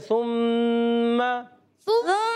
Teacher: میم پر تشدید ہے میم مشدد ایک الف کا غنہ کرنا ہے · سا جو ہے سا پر پیش ہے ہونٹ گول ہو جائیں گے میم پر تشدید ہے میم مشدد ایک الف کا غنہ کرنا